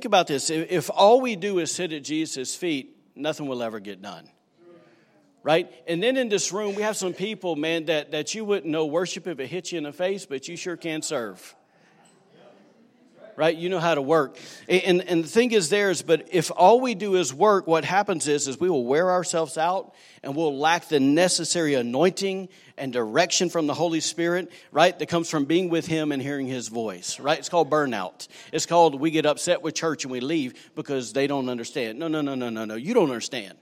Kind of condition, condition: setting, large echoing room